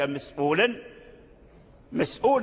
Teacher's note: قال بعد صحيح ساكنين متصلي فإنه يقصره كالقرآن ونحو مسؤولا كذلك، مسؤولا، مسؤول السين ساكن صحيح والهمزة بعد حرف الساكن والواو من حروف المد حروف العلة، فمسؤول مثل القرآن كذلك هو بالقصر مسؤولا، يعني كل ذلك كان عنه مسؤولا، مسؤولا بالقصر يعني ليس فيه التوسط